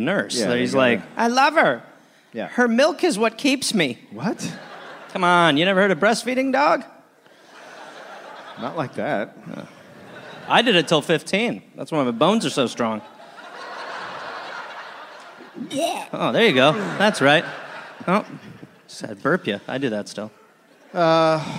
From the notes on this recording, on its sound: Recorded live in Chicago.